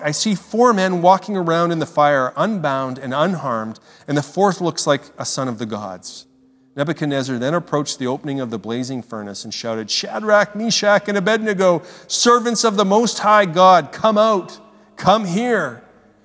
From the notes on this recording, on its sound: speaks at SouthRidge Fellowship, a Langley church